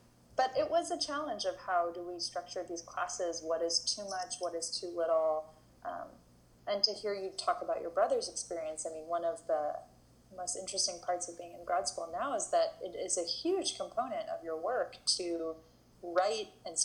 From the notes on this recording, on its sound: This conversation was recorded over FaceTime.